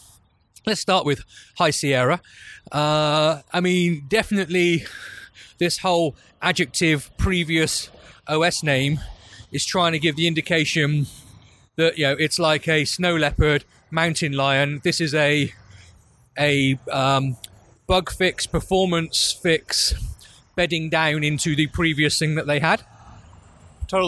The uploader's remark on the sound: while walking back to their accommodation